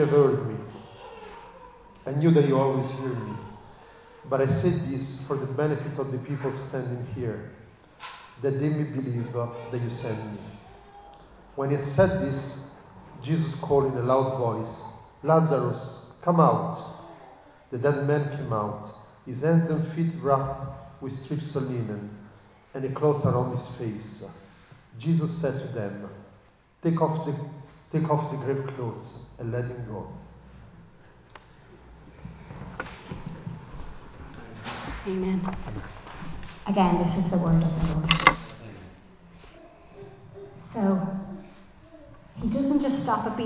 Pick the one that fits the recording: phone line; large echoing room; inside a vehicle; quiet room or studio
large echoing room